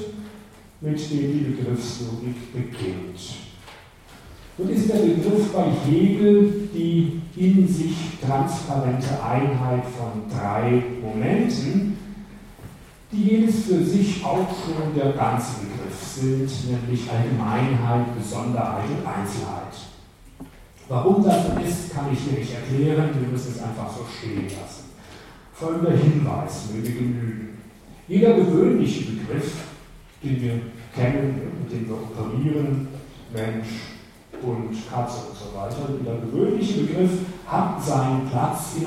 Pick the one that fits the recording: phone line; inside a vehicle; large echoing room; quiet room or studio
large echoing room